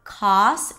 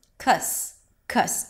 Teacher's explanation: A cup sound is like a stressed schwa. · Shown in: second take · IPA: ˈkʌstəm